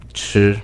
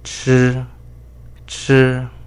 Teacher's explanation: The first tone is high and level. You could try to pronounce it stable and long.